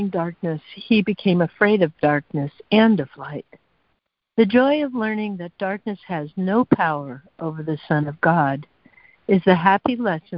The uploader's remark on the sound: ACIM Daily Conference Call.